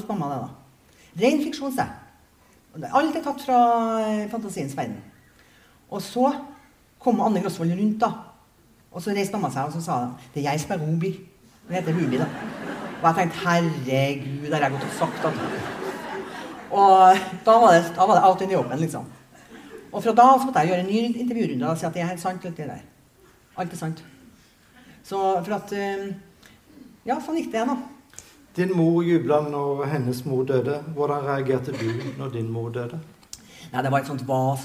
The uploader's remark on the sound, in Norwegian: Innspilt i kinosal 1 i Sølvberget bibliotek og kulturhus i september 2023.